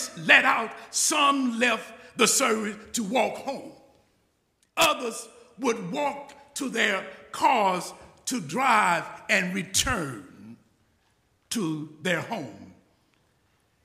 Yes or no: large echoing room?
yes